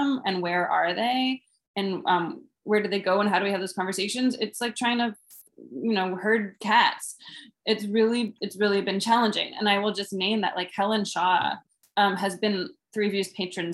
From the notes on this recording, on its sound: These discussions were live-streamed over zoom and recorded.